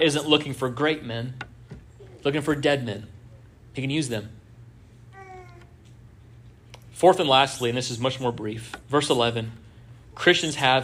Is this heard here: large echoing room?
yes